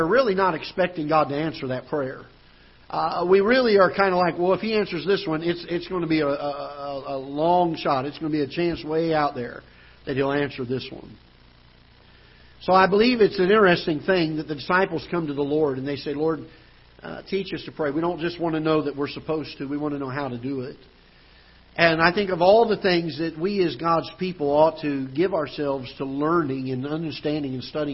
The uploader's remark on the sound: Ketha Heights Baptist Church ~ Live Broadcast.